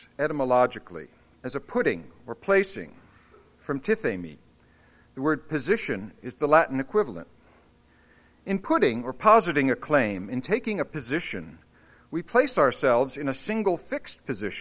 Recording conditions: live audience